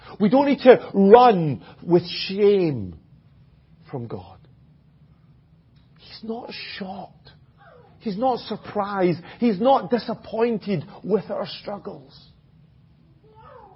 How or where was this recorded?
large echoing room